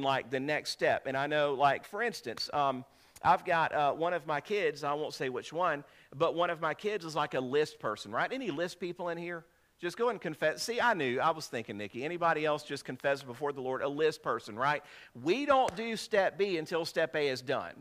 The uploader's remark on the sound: This is a sermon I preached on 7/30/2023